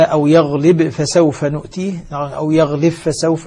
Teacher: الباء مع الفاء، ستسقط الباء في الفاء ذاتا وصفة طبعا هنا، لأن الإدغام سيكون كاملا · Term: الباء المجزومة تدغم في الفاء